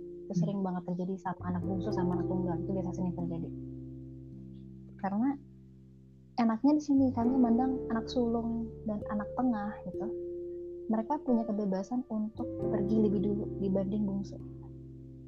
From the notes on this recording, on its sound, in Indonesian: Maaf jika suara tidak bersahabat untuk didengar..